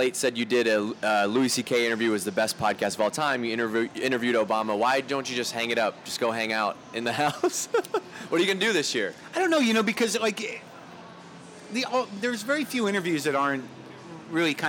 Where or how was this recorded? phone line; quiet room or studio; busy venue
busy venue